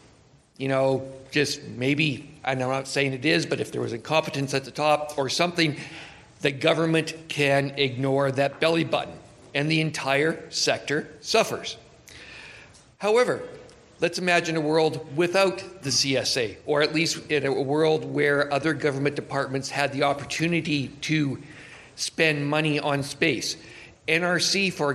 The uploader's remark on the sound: Panel discussion from the recent Canadian Science Policy Conference. Short questions and answer session. I would like to thank to Canadian Space Policy Centre for providing us this audio recording.